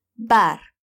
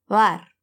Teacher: outro som de B, um que não chega a encostar os lábios · Shown in: second take